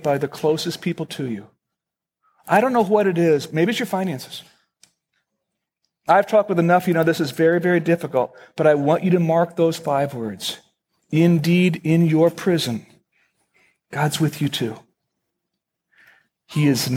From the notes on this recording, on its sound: Originally recorded on November 22, 2009, at Fellowship Missionary Church, Fort Wayne, IN.